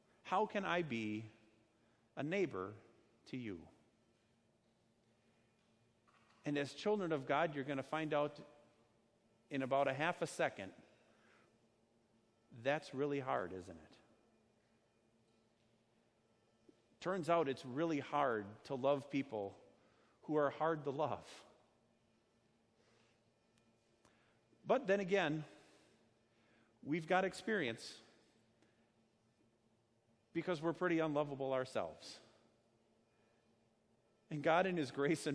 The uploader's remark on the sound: Sermon preached at Our Savior Lutheran Church in Birmingham, AL, on Sunday, July 21st, 2019.